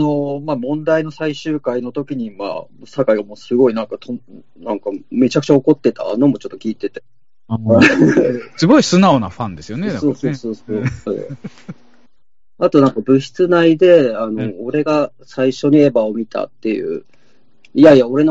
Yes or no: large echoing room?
no